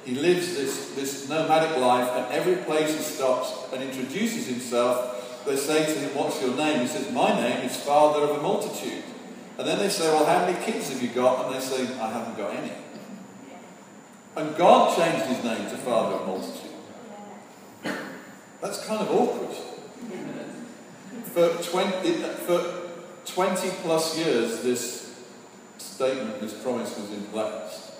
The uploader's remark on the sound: Sorry for the poor recording quality.